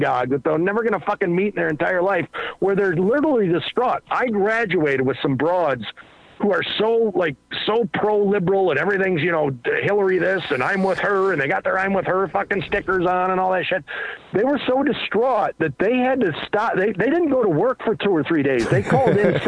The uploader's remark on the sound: Phone calls.